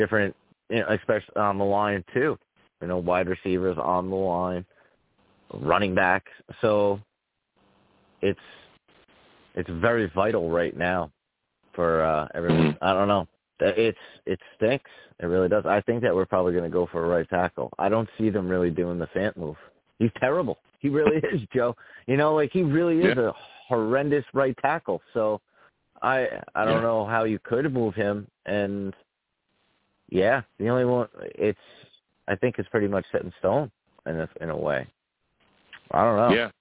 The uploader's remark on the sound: I also take live callers!